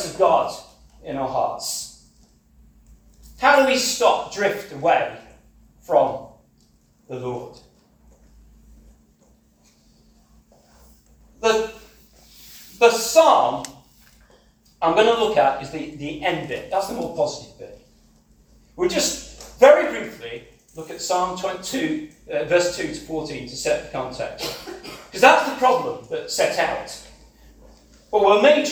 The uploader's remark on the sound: This sermon was preached. At CCM Ladybarn.